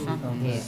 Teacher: die D spreek je nauwelijks uit